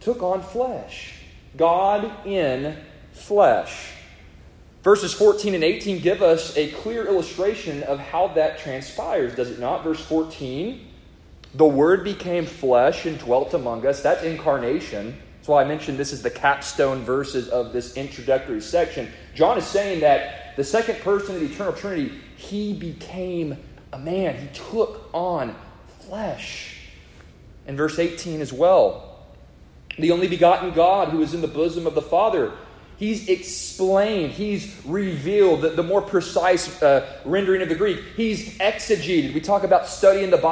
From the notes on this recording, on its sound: A sermon preached to the congregation of Lifeway Baptist Church -Edna, Texas.